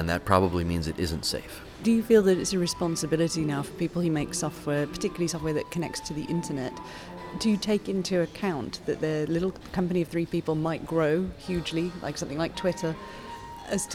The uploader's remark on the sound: Special audio for you from the newly concluded 3rd Arab Bloggers Meeting in Tunisia.